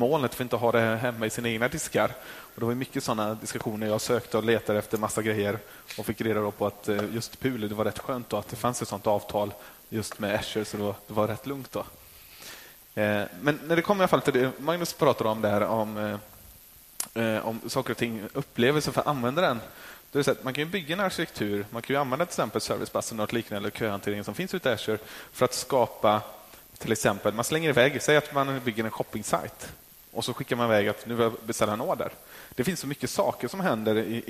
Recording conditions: live audience